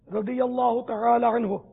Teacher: یہاں وضو ہی بولیں گے رضی اللہ تعالی عنہ، یہاں زواد نہیں بولیں گے بلکہ دواد، جو صحیح مخرج ہے اس کی کوشش کی جائے گی